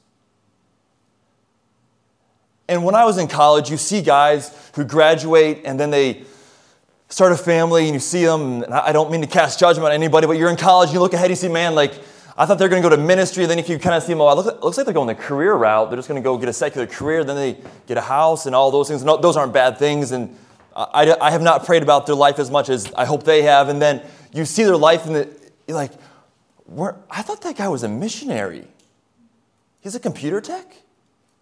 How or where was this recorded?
large echoing room